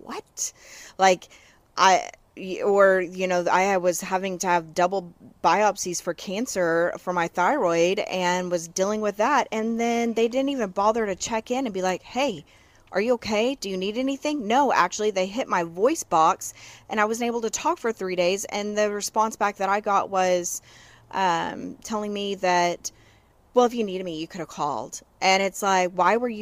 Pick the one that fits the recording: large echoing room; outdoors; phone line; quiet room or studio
outdoors